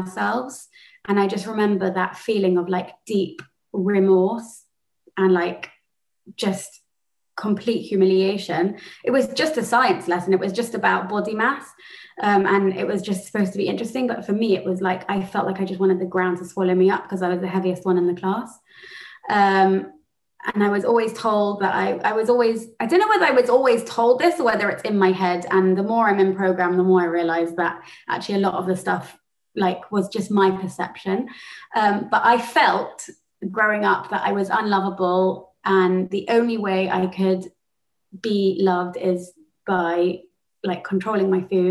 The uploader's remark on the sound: She spoke Spoke at the Without Exception European Zoom Meeting.